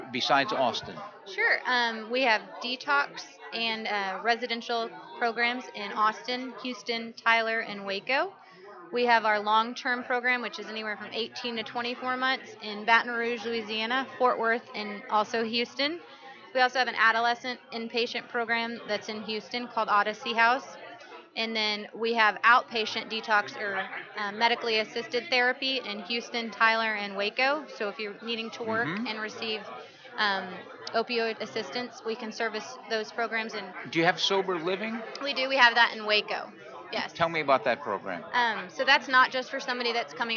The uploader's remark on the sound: RC2C broadcasting from the 39th Annual NAATP Leadership Conference in Austin, Texas - May 21 - 23, 2017